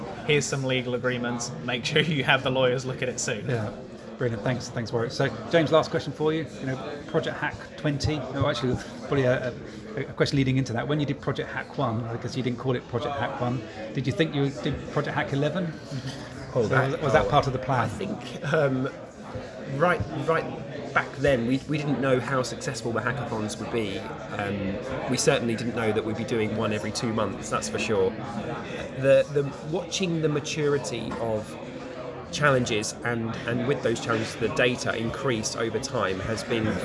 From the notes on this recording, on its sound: On location at the Projects Data Hackathon in October 2021. He records his impression of the two-day live event.